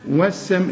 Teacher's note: حولنا اللام الى السين ادغمناها · Term: اللام شمسية